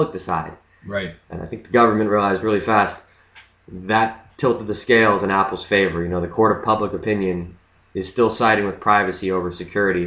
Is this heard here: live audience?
no